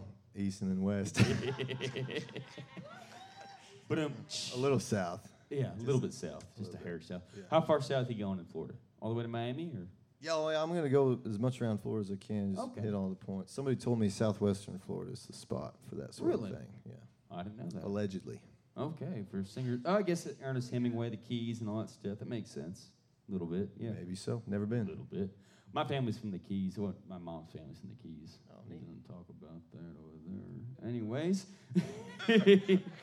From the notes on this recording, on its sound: Live from the 156 IceHouse in Krum, TX.